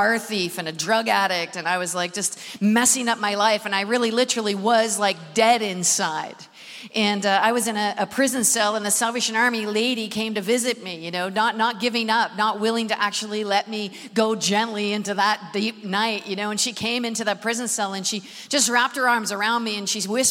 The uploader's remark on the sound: Recorded at the Manchester Apollo